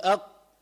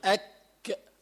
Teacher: هالحرفين القاف والكاف بيتسموا لهويين لأنه بيخرجوا من بعد اللها آخر اللسان، ولكن القاف أبعد شوي إلى فوق والكاف إلى جهة تحت